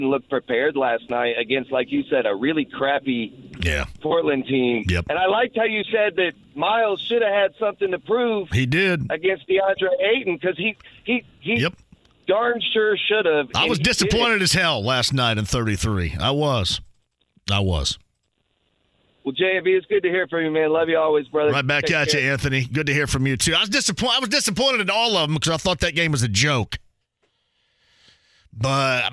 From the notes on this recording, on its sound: opens the phone lines up and takes some calls from listeners